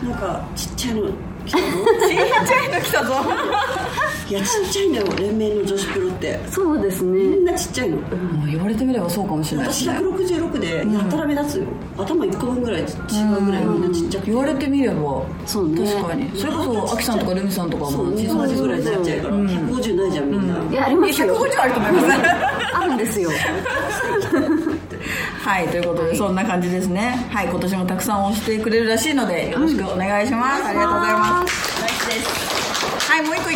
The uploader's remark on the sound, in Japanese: MALUTA CAFEさんでの公開収録。